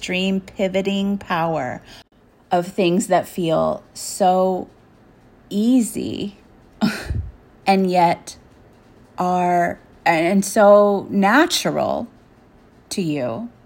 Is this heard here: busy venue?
no